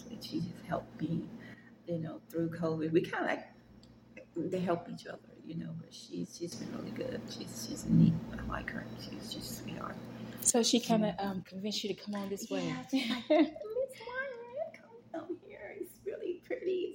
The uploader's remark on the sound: This video has some background noise.